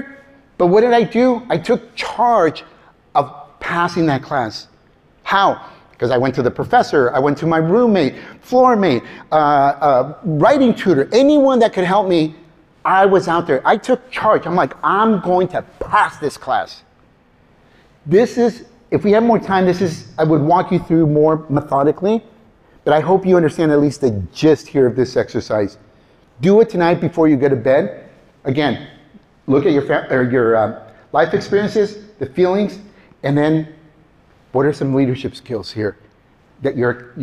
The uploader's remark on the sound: A talk I delivered for Moreno Valley College for minority students, entrepreneurs, innovators, staff, and business owners.